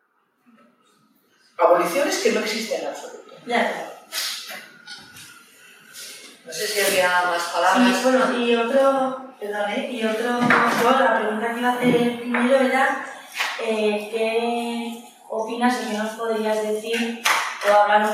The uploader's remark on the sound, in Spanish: Os dejamos el audio de la charla-tertulia organizada por Lunes Lilas y ANAS (Escuela Social). Es una de las actividades enmarcada en el homenaje a Nagore Laffage.